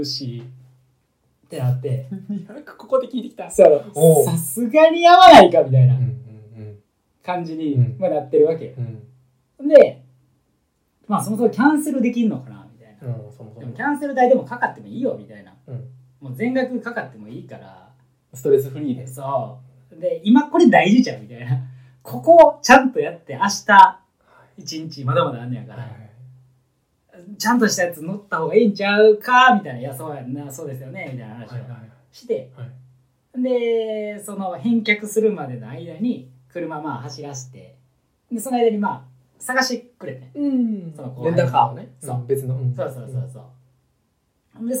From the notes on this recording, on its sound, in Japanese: おそらくいつもより音質悪いと思います